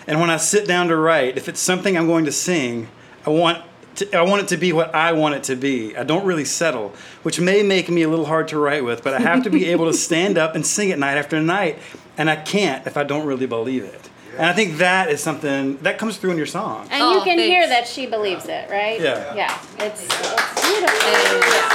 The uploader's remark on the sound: All of the live audio from The Bowery Vault was recorded with a single Ear Trumpet Labs Myrtle microphone. All of the live audio from The Bowery Vault was recorded with a single Ear Trumpet Labs Myrtle microphone.